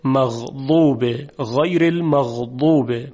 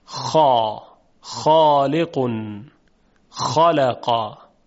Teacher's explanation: در موقع تلفظ حرف غین تارهای صوتی به ارتعاش در میاد، اما در تلفظ حرف خا تارهای صوتی ارتعاشی ندارند. خب این هوا وقتی از میان تارهای صوتی عبور میکنه و اونها رو مرتعش میکنه، برخورد میکنه به جداره حلق.